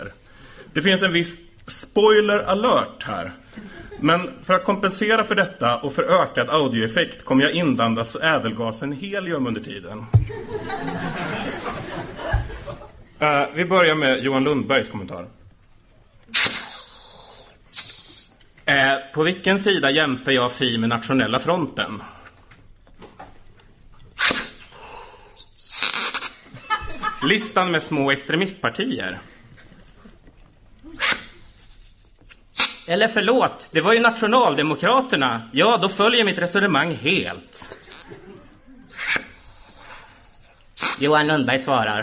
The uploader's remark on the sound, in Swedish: Inspelat live på Socialistiskt forum i Stockholm.